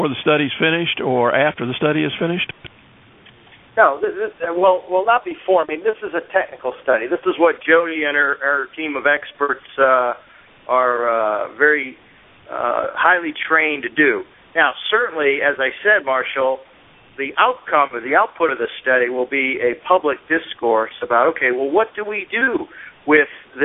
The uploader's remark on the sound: Twice monthly conference call with Corps of Engineers, Climate Prediction Center, congressional delegation, tribes, states, local and county emergency management officials.